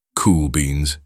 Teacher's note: Plosive B and drawn out E create a rhythmic appeal.